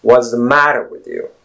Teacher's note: your entire focus in this particular phrase is on the first syllable of the word matter. It's ma followed by the flap T.